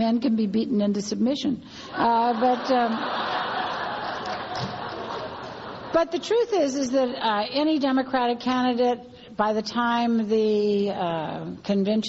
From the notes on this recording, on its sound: keynote address at the 2007 AASLH Annual Meeting